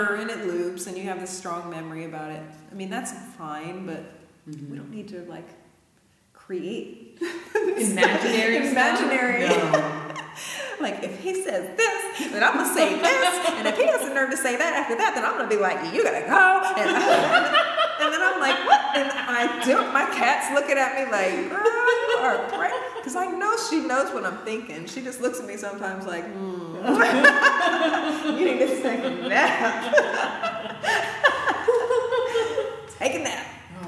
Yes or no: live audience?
yes